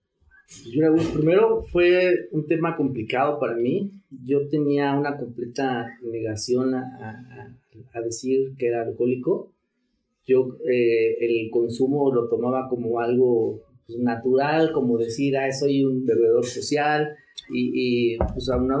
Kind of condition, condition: fault, background noise